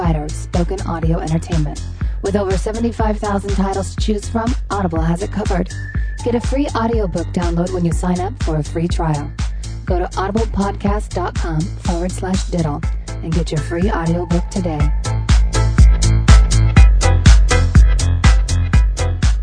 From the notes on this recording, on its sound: Phone calls and listener email.